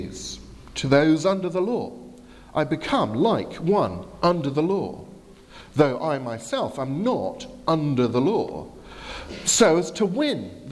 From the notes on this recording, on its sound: from the 11 am service at Highfield Chruch Southampton